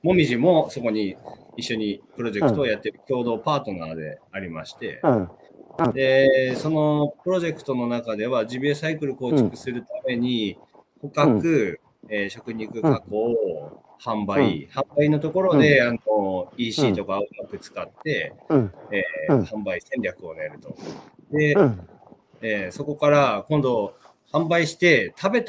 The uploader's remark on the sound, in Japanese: 岩手県大槌町。歩きながら1時間、対談する。